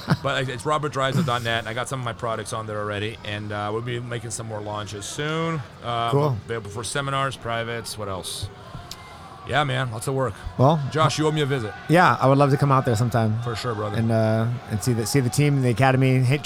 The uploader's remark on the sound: Recording from the FloGrappling table at IBJJF Nogi Worlds in Anaheim, CA. A mish-mosh of short interviews with pretty much whoever was walking by the table at the right moment.